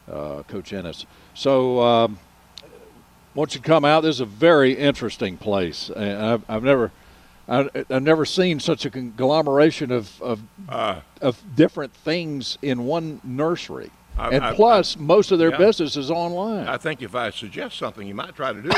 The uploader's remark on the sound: Broadcasting live from Hand Picked Nursery.